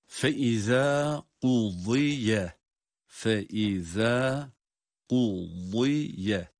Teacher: zâl harfi. Peltek ama ince okunuyor tabii ki.